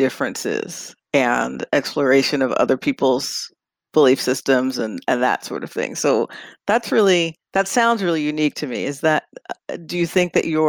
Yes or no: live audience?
no